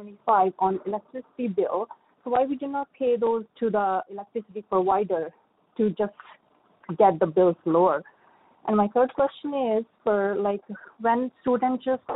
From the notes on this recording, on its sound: interactive telephone town hall